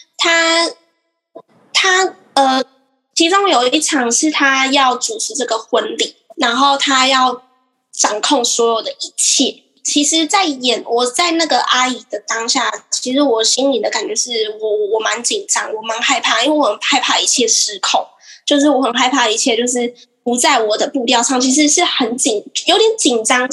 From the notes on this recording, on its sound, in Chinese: 可惜網路有些不穩定，害怕音質不穩的人請斟酌收聽唷！